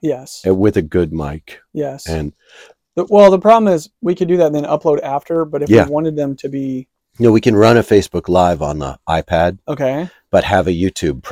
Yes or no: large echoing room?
no